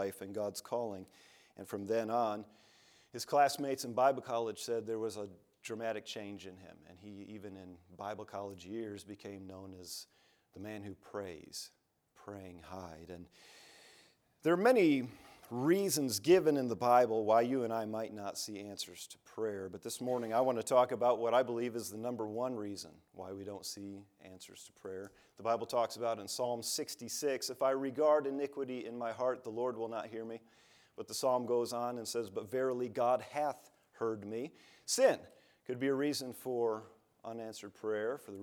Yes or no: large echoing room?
yes